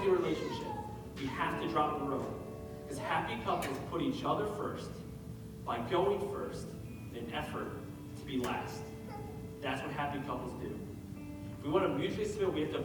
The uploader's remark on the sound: We had some technical difficulties this week, so please excuse the audio quality.